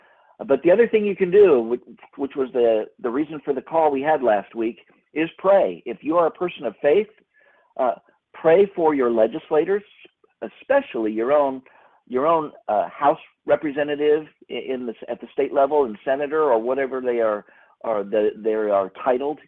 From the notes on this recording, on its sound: recorded earlier this week during a Convention of States leadership conference call